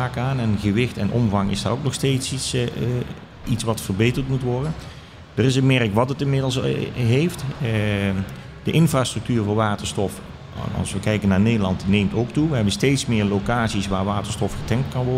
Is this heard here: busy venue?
yes